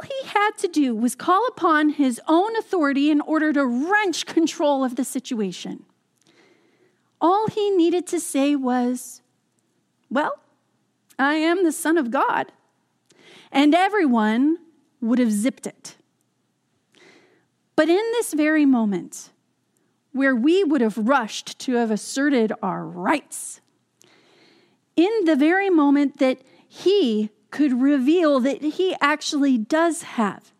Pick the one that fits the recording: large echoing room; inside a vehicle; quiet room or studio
large echoing room